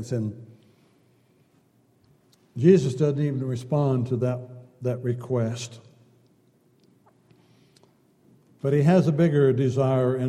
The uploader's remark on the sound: Downtown Church Of Christ Audio Sermon.